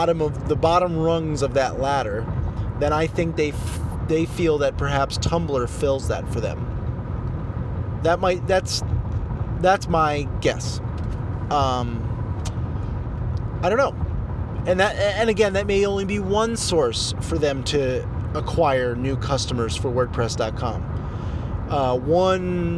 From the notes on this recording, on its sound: while driving (sorry for the audio quality) I recorded a quick audio bit